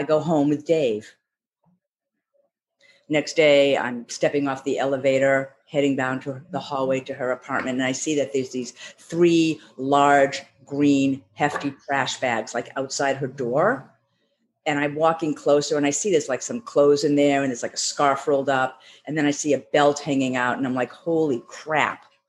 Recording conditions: video call